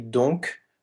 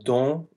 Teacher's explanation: It can either be donc with the K pronounced or don with the C or the K silent.